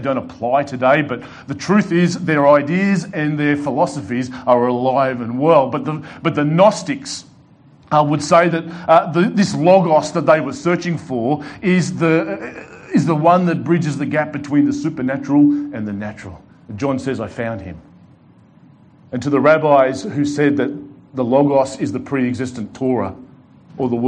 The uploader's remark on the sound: delivered to The Rock Christian Church